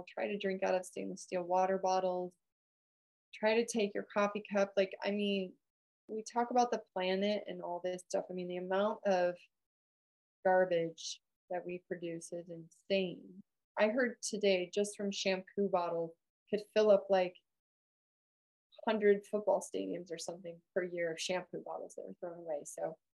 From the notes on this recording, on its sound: listen to a recording of our live Men's Health Webinar from May 2023